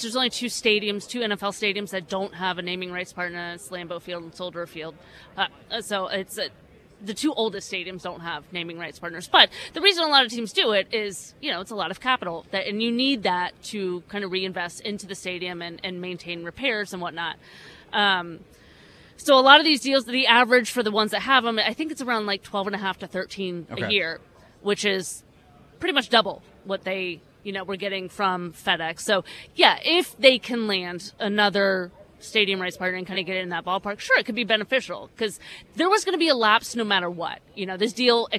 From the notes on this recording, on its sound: live from the NFL Combine